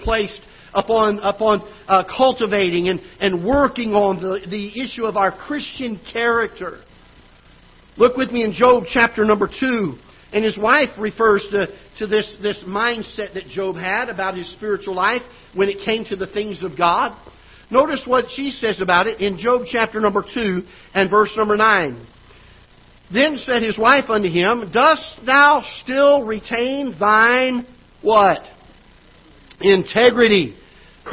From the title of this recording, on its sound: Ketha Heights Baptist Church ~ Live Broadcast